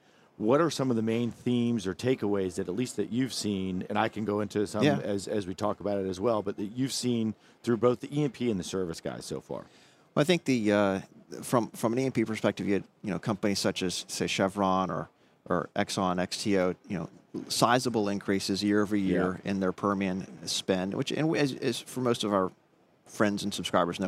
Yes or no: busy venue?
yes